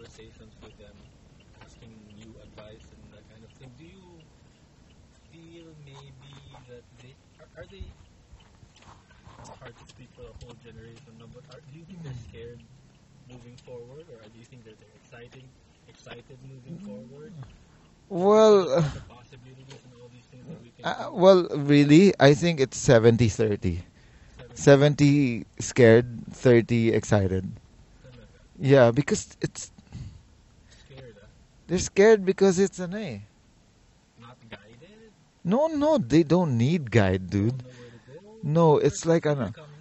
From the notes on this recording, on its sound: This was recorded in the car on the way and back.